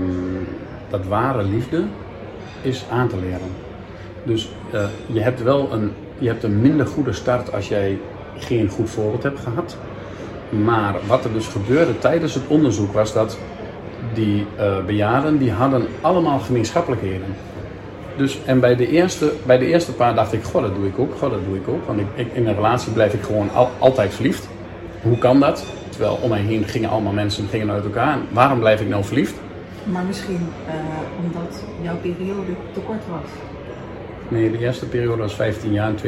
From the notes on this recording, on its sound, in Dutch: DEZE POD-EN VIDEOCAST IS OPGENOMEN IN EEN OPENBARE RUIMTE EN DAT HOOR JE.